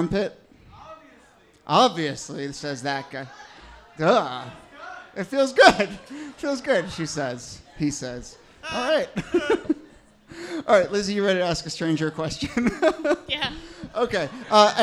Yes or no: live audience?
yes